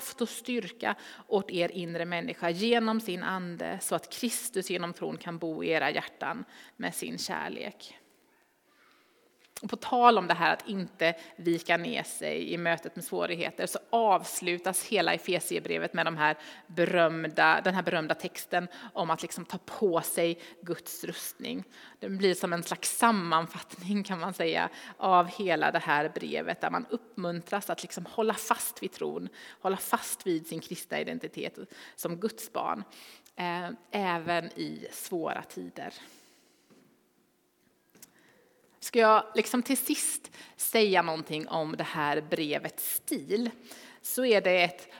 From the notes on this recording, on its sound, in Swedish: Inspelning från Immanuelskyrkan Skövde.